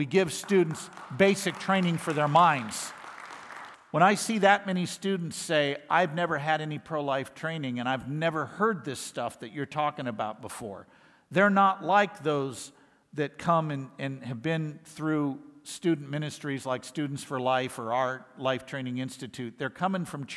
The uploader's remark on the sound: Lectures given at IFI’s 2023 worldview conference.